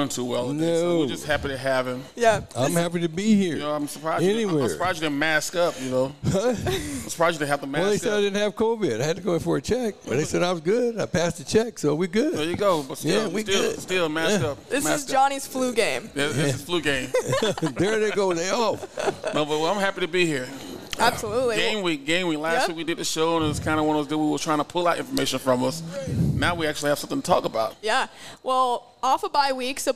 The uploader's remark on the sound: Live at the Hurrdat Sports Bar & Grill.